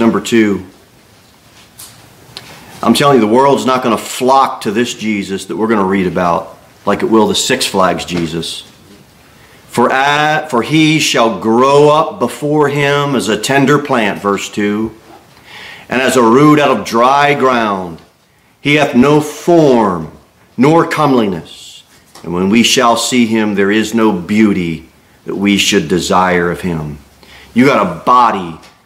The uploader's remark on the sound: Sermon delivered at Pilgrim Baptist Church